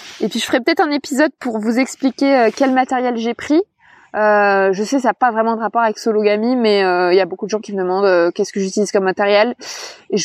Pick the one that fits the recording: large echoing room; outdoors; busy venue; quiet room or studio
outdoors